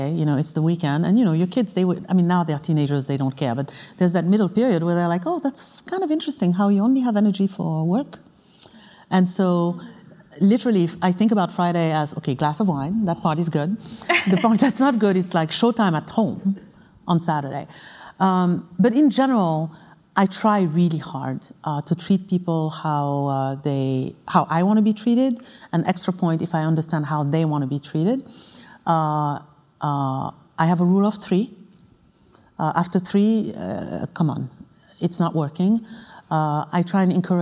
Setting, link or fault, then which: setting, live audience